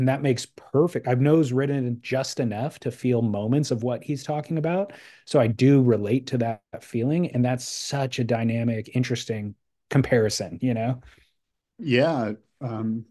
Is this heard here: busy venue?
no